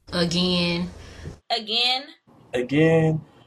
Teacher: they transform the E sound in again into an I.